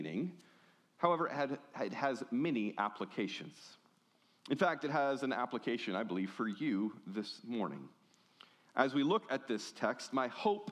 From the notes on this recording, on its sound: The following audio was recorded at Stone Oak Bible Church.